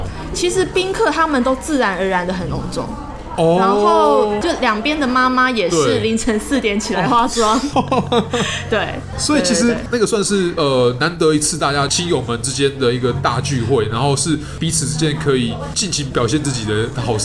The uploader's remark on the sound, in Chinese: 本集白噪音指數：微風級 2/5。錄音地點： Toasteria Cafe 吐司利亞 - 永康店。